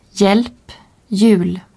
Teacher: Le H est muet devant J.